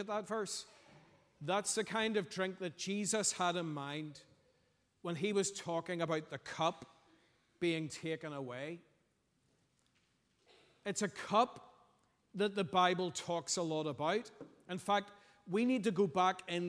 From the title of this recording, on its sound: Sunday 2nd April 2023 morning service